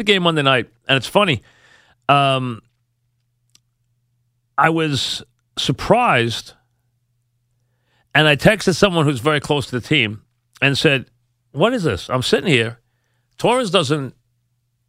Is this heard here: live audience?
no